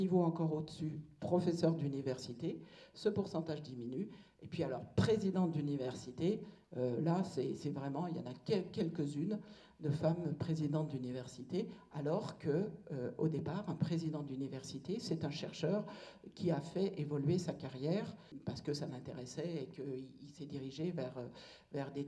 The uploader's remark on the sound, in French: Le lycée Condorcet de Saint Priest a accueilli. Elle est intervenue auprès des jeunes filles de 1°S. Ce podcast correspond à une partie de sa conférence.